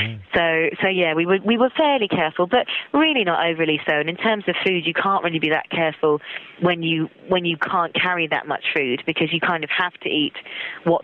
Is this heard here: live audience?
no